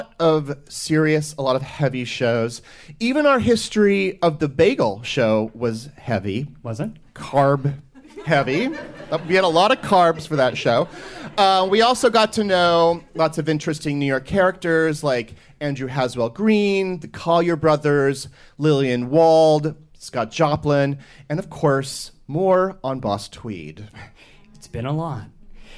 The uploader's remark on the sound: Recorded live at the WNYC Greene Space in downtown Manhattan.